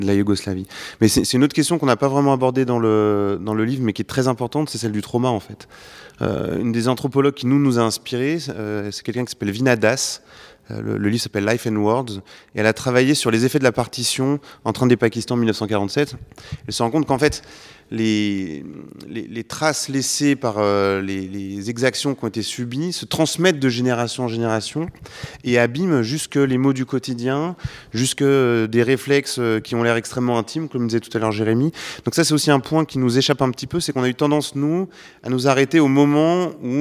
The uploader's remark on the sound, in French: Emission enregistrée à la BIS (Bibliothèque de la Sorbonne, salle Jacqueline de Romilly) le 29 mars 2023 dans le cadre des “Nocturnes de l’histoire”